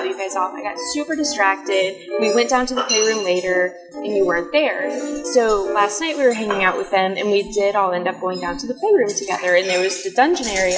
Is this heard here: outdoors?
yes